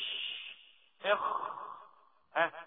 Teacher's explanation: الخاء مفخمة زي طلع معاه الهواء